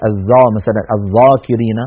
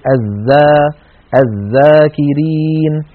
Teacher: والذال حرف مستفل لأنها ليست من حروف خص ضغط قض فلا استعلاء ولا تفخيم في الذال · Shown in: second take · ذا، ولا نقول الذا مثلا الذاكرين بل نقول الذا الذاكرين.